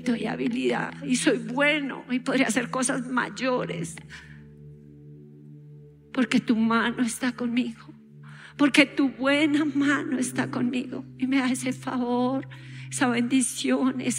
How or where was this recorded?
large echoing room